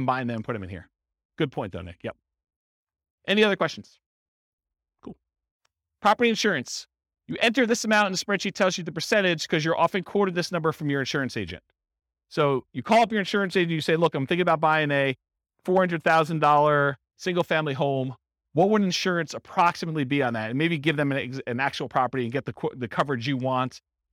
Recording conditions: live audience